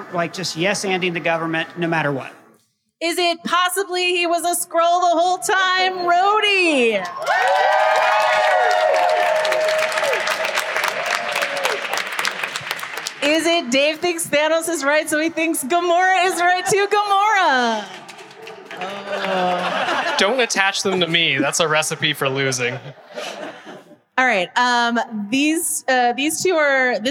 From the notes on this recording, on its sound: live from City Winery Grand Central!